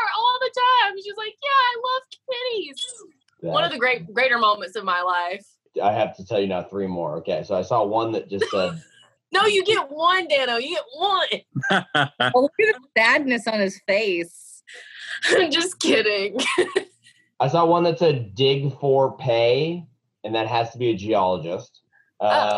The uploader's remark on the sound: Hopefully, this will be our last ZOOM edition of Inside Froggy 92.